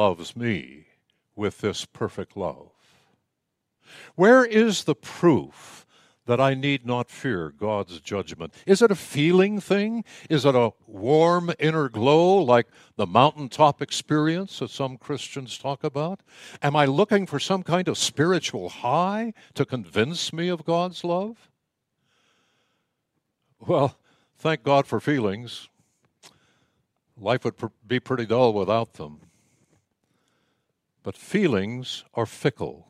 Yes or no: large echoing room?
yes